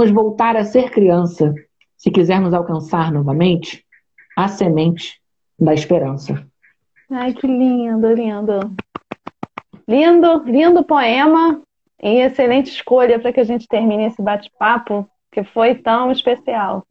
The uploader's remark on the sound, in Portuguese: Live feita em 30/05 no Instagram